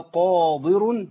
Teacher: الدال وقعت بين إيه؟ بين المفخمين القاف والألف والراء فبقت حرف ضعيف